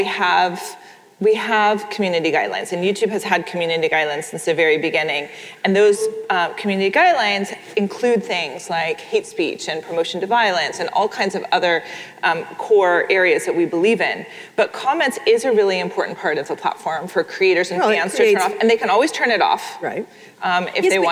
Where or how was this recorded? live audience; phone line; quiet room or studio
live audience